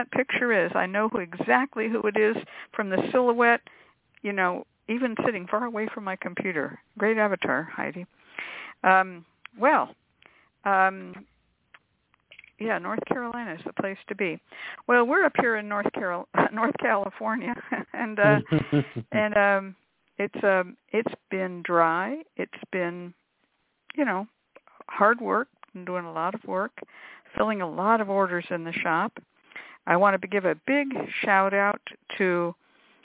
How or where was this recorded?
phone line